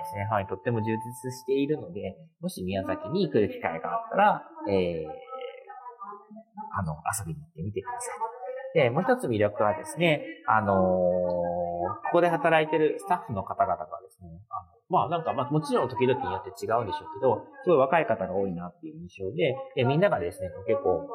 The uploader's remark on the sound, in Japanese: 出張帰りの空港で収録してお届けしています